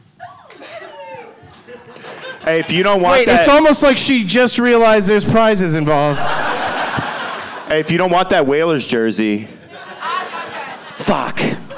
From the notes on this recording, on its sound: Live from Laugh Boston